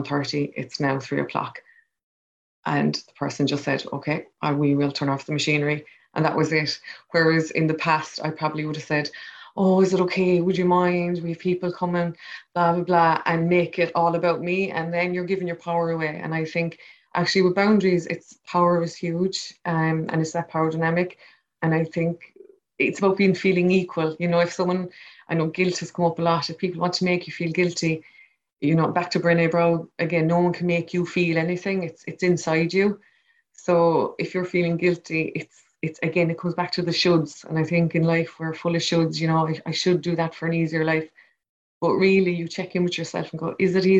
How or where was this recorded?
video call